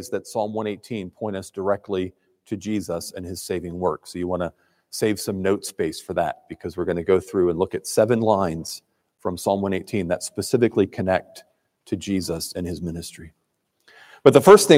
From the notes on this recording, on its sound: preached at Trinity Presbyterian Church in Crofton, MD.